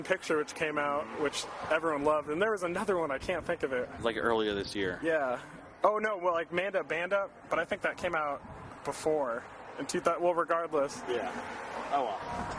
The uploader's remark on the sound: In an interview recorded onsite at their recent Empty Bottle show.